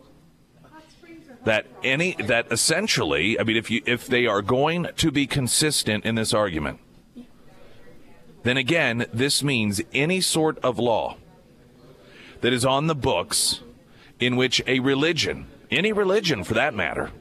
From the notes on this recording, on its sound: live at Scramblers Diner for the Friday Road Show